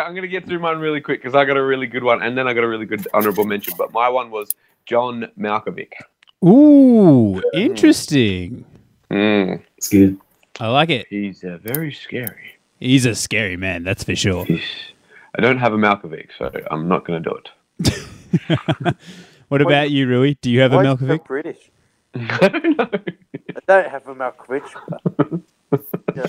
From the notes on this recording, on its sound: There was some connections issues in this episode. He ended up joining the episode via his phone. Sorry for any issues with levels.